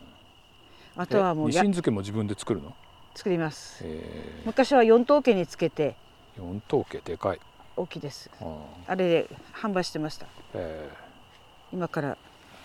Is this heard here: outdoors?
yes